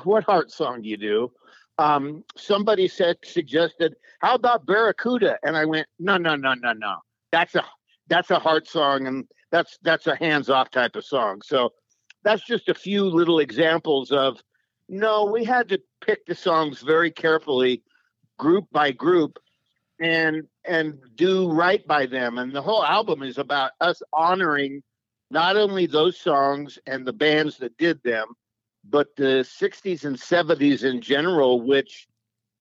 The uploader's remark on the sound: We hopped on the phone